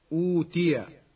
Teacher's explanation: إذا كانت الهمزة الثانية الساكنة قبلها ضم أبدلت هذه الهمزة واوا من جنس ما قبلها